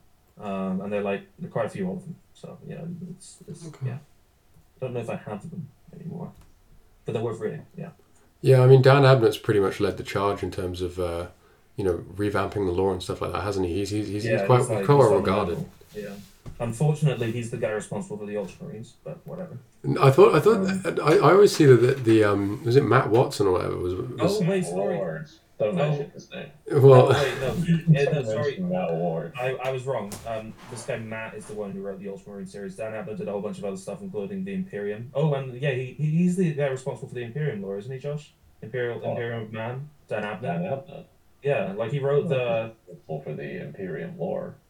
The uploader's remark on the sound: Apologies for the audio balancing this episode, we were using an unfamiliar computer!